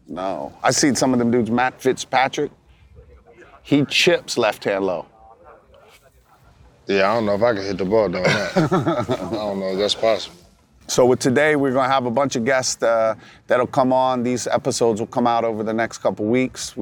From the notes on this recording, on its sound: LIVE FROM MALBON MUTINY at MIAMI SHORES.